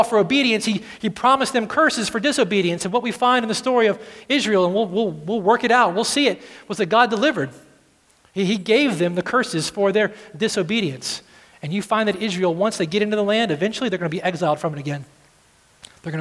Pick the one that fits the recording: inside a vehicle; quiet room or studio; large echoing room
large echoing room